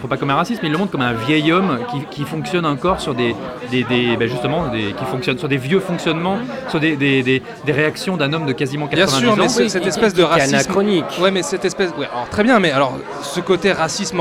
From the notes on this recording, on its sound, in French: Enregistré au Hurling pub (8 Rue Descartes, 75005 Paris), le vendredi 25 janvier 2019.